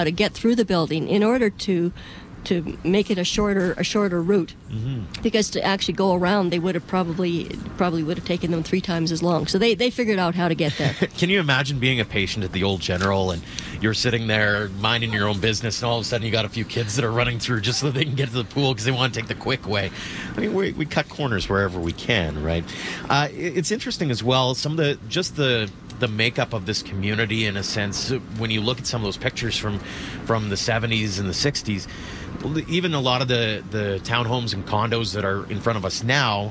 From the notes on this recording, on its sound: On The Road : Bridgeland. We are live on location at the site of the former Calgary General Hospital.